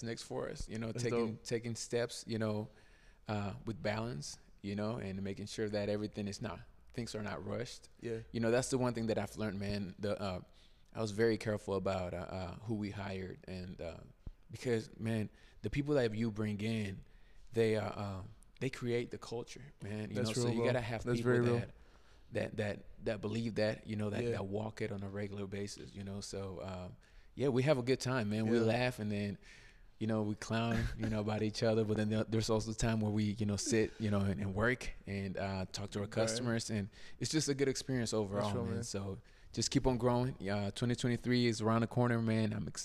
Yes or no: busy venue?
yes